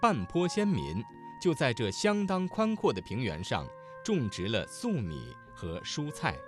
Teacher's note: 声母是翘舌音的字有在这的这、种植二字、蔬菜的蔬